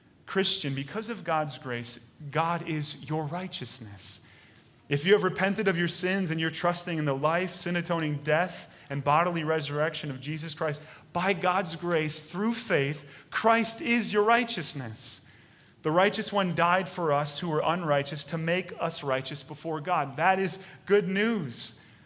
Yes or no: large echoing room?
yes